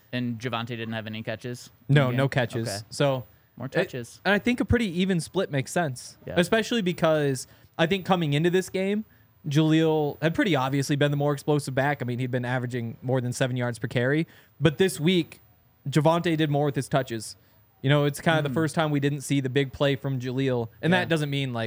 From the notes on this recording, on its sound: coming to you LIVE from the DNVR Bar